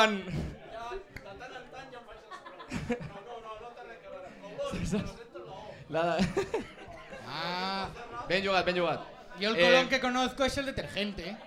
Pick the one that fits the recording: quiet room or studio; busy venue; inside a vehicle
busy venue